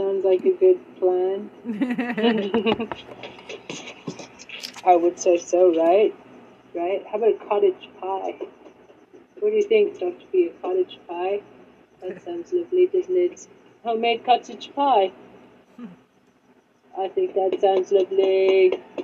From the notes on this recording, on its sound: PHONE CALL TO THE DEPARTMENT OF JUSTICE STATING MY DEMANDS.